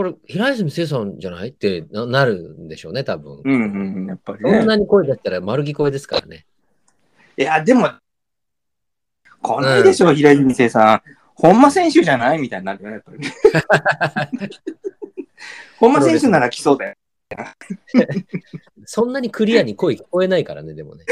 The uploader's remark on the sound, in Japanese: 因みに今週は、機材トラブルによりかなり音声が途切れます！申し訳ございません。